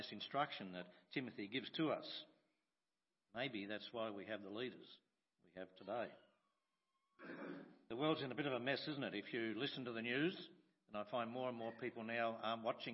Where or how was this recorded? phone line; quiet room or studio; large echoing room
large echoing room